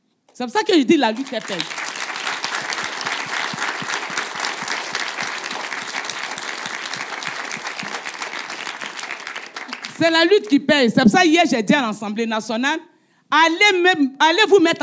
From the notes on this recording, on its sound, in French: enregistrement en live et en public du podcast “Popol”